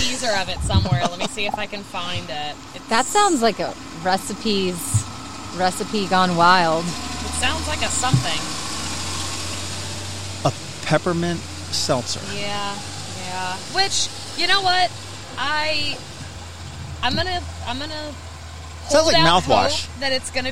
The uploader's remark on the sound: When you are tired of Zoom podcasts and the weather is beautiful and there is a big picnic table outside--you get together in PERSON and record a beercast!